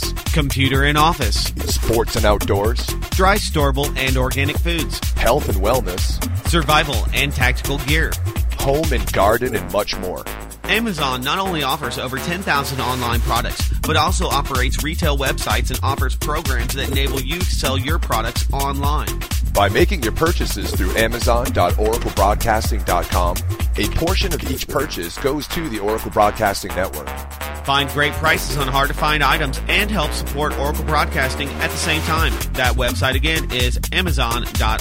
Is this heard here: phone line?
yes